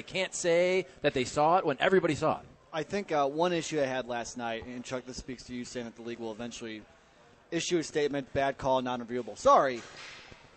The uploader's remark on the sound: broadcasting live from the Westport Social